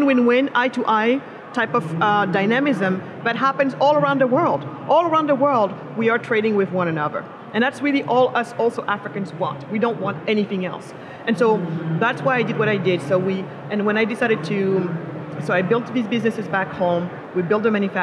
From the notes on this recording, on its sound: live from Consensus 2023 in Austin, Texas